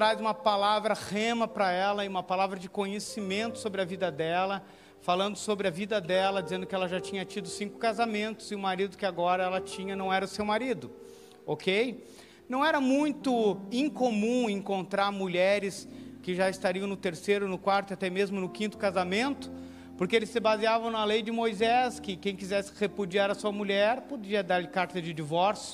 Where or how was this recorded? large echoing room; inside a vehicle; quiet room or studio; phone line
large echoing room